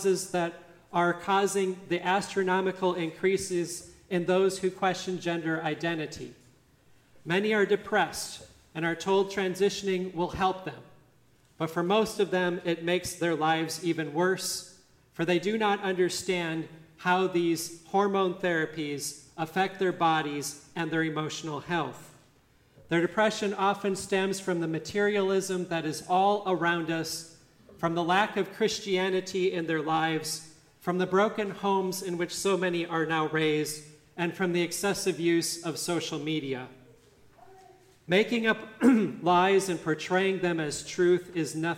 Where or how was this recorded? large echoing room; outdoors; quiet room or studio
large echoing room